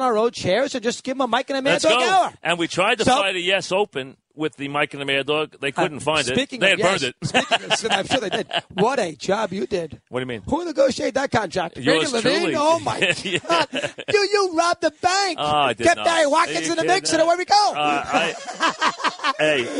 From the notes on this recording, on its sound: which was on location from the ALCS at Yankee Stadium